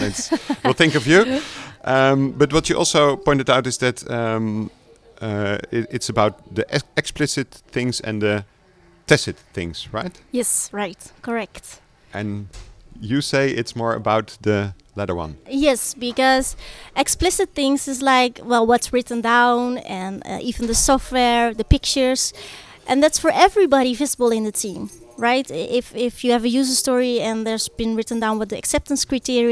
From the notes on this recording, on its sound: Spaces Summit 2019. We share quotes from the audience with you. We set-up our mobile studio equipment the best we could, but as we were at this great location, you might hear some background noise and disturbance.